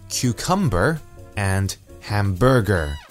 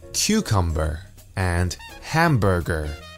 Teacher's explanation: many people in Hong Kong tend to place the emphasis on the second syllable for words that have three syllables · Shown in: first take